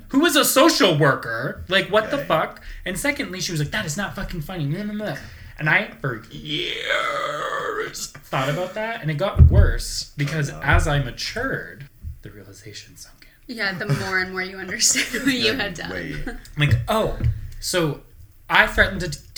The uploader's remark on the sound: The audio levels are a little funky in this one